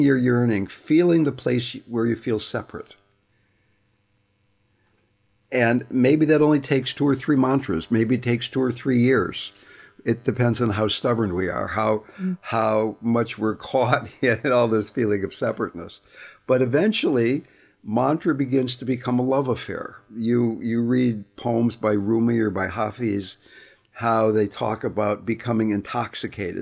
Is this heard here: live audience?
no